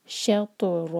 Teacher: تو پر قلقلہ اور تو ہیوی